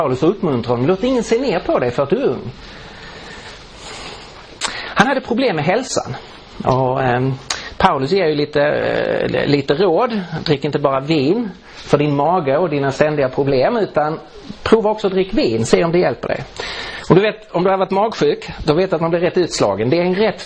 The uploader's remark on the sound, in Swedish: Inspelad i på Langham Traning: Principles of Exposition i Roseniuskyrkan i Stockholm 2015-03-03.